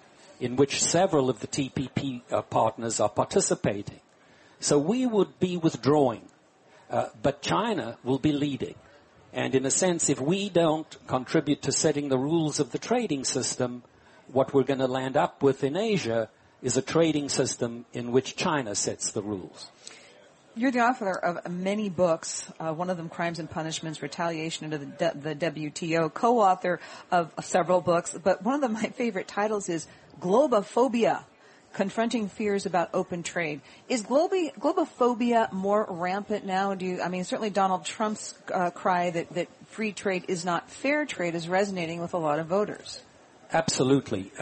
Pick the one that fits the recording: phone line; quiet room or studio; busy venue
busy venue